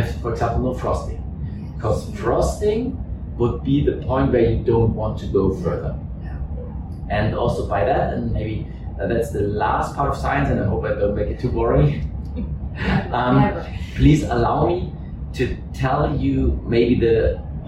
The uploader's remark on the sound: This episode was recorded in the IIAA headquarters and the sound quality may be a little compromised.